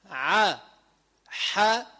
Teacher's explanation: ثم وسط الحلق شو بيطلع منه؟ العين والحاء.